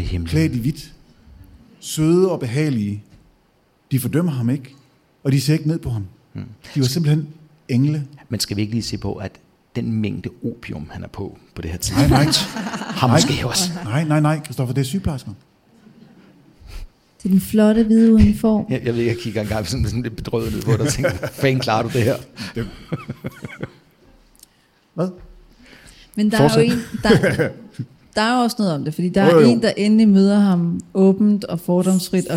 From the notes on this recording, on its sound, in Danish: Afsnittet er optaget live på Hotel Cecil den 1.